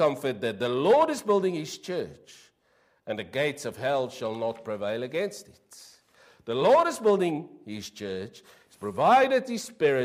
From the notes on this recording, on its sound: Preached 06/08/23 PM service